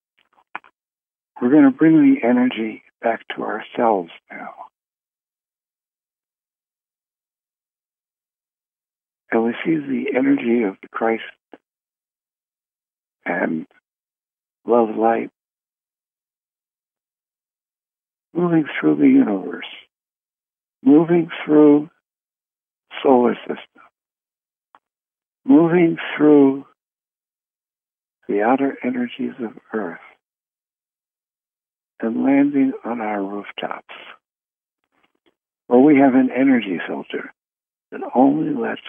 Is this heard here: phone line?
yes